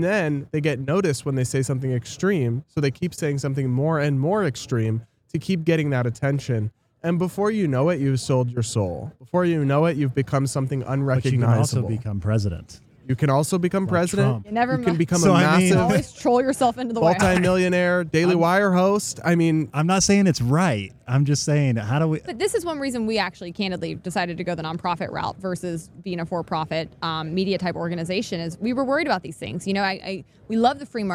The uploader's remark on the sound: live from FreedomFest in Memphis, TN!